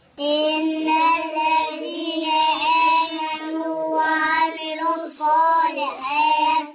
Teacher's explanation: وعند الوقف ألف مد عارض السكون جائز اثنين أربعة ست حركات